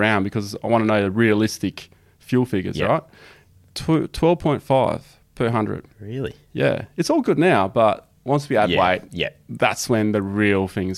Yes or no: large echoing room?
no